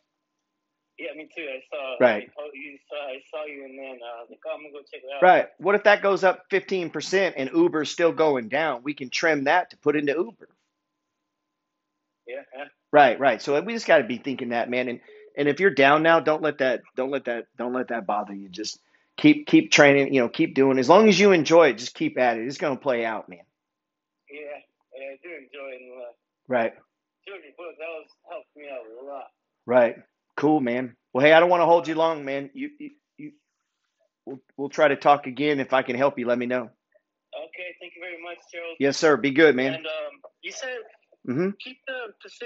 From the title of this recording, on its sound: Calling Followers on the Phone